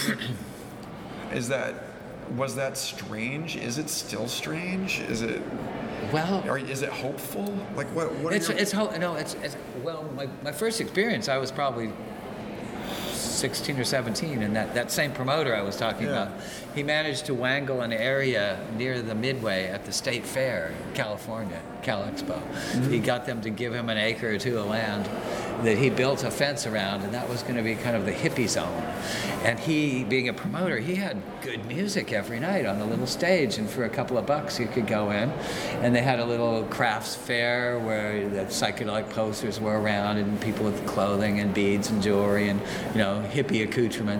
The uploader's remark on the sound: At this year’s Psychedelic Science Conference in Oakland. Please excuse the background noise in this recording.